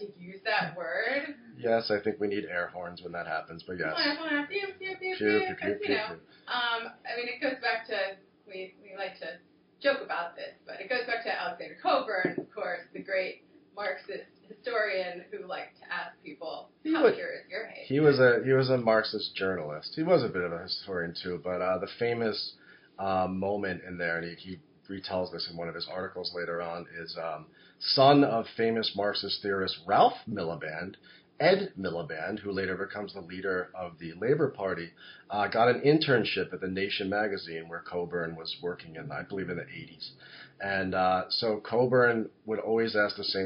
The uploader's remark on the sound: Folks, it finally happened: we royally fucked up the sound. Sorry again about the sound.